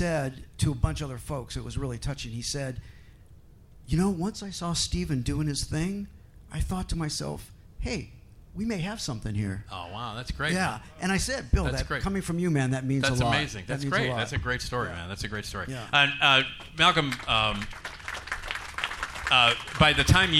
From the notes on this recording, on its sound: LIVE From Flashback Weekend Horror Convention! Recorded LIVE from the stage at The 2023 Flashback Weekend Horror Convention. Have fun with the Flashback audience.